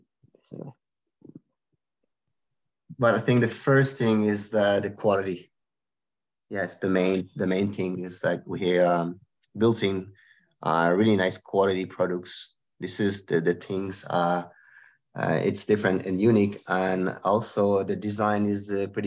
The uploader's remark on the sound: Recorded live on Zoom. The audio is not studio quality.